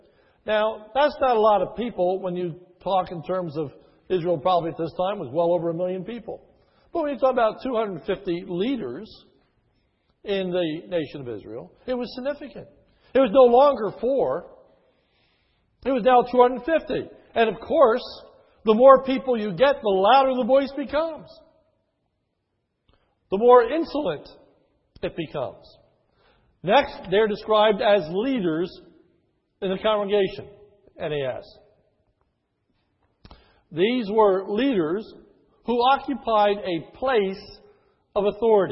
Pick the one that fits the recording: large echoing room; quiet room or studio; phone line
large echoing room